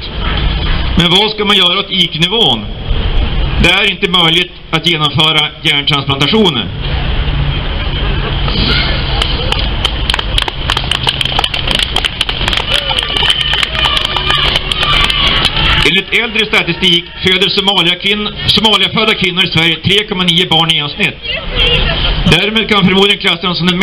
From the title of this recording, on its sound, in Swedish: 3 november 2019 på Raoul Wallenbergs torg